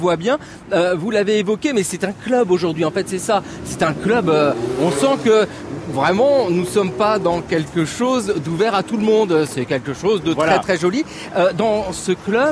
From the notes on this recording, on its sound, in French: lors d'une promenade berlinoise